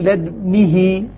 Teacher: يعني يقول لدو غلط، لدنه هكذا، لد يعني أنا أقلقل لدنه، أنا أعطيت الدال ساكنة مع إشمام الضم. يعني لو صورناها على البطيء يعني نقول لدنه لد.